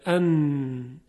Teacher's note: وقتی ما نون رو تلفظ میکنیم، صدای نون از حفره های بینی خارج میشه، از خیشوم. خیشوم انتهای حفره های بینی هست که صدا از اون خارج میشه و به صورت غنه هست.